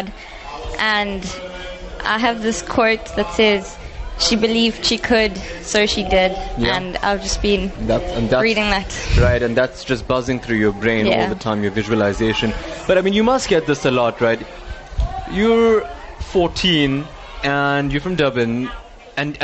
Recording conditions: busy venue